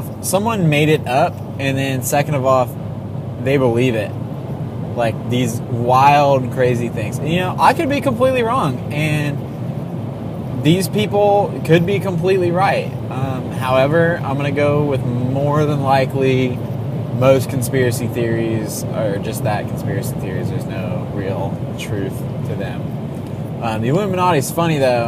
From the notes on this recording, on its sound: Done in my truck on a road trip to Tallahassee, recorded straight to my phone.